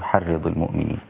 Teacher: راء مكسورة والحاء قبلها رقيقة، فلا تذهب إلى التفخيم لا الراء ولا الحاء